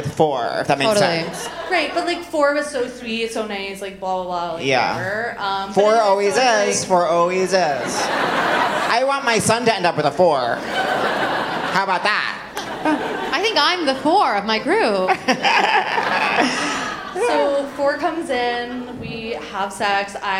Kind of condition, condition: setting, live audience